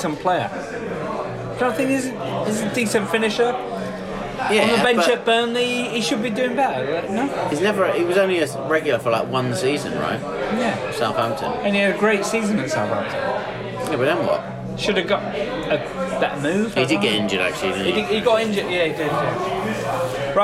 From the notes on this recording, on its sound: We had to move pubs so excuse the noise in this weeks pubchat.